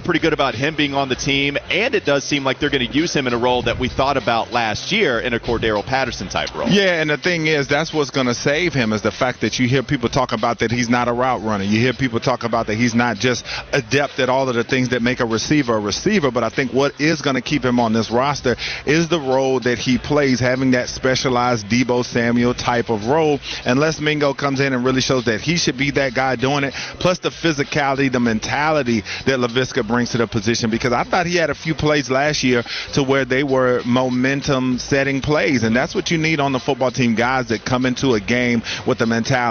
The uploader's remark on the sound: Live From ACC Kick-Off. Gets off the bus live at ACC Kick-Off.